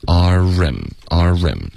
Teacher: Rim 的这个 r 的音记得要嘟嘴。